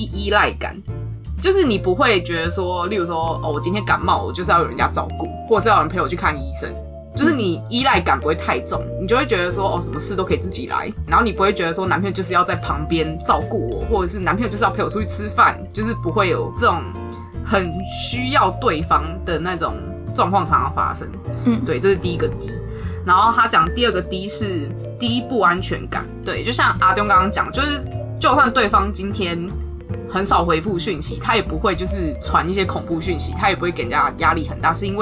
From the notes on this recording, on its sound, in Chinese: 本集收音狀況欠佳，偶爾有車子經過聲音。